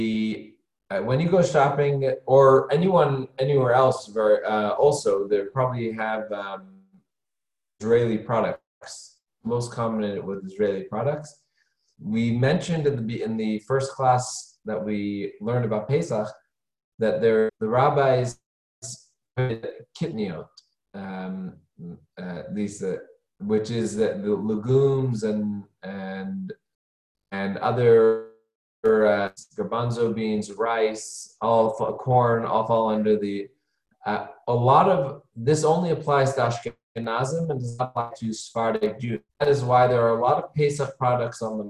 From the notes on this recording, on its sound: Zoom Class